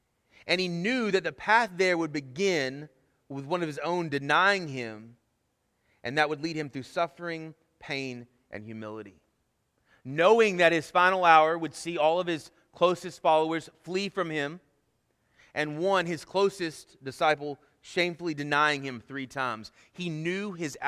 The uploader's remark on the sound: Sermon Audio from our Worship service